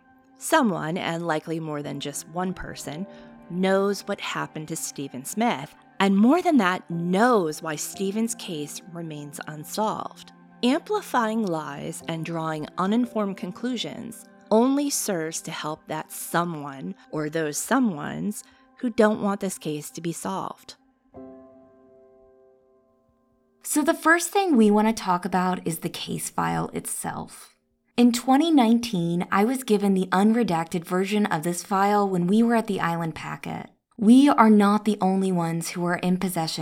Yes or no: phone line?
no